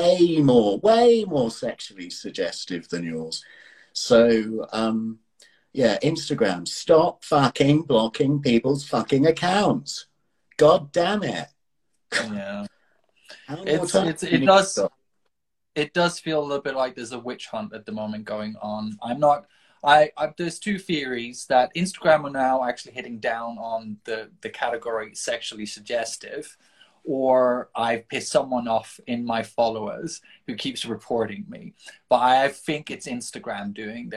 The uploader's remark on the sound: Recorded on 28 January 2023 on Instagram Live